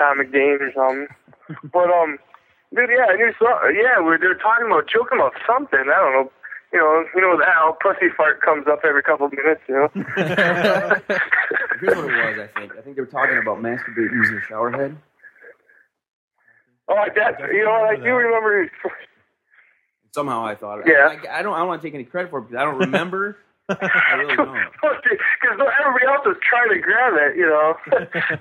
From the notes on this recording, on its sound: on the phones